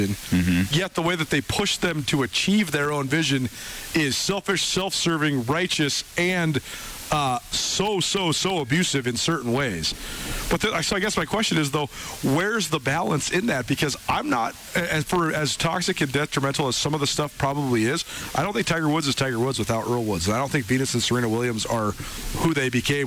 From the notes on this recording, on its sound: Live from Bretz RV and Marine.